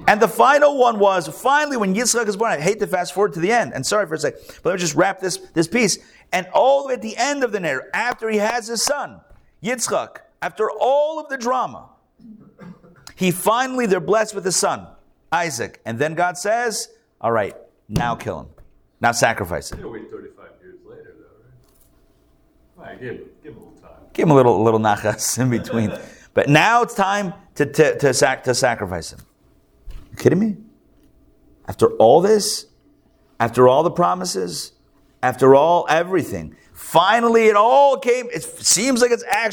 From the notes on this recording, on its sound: Recorded live at The Torah Center ATL on Sunday, October 22, 2023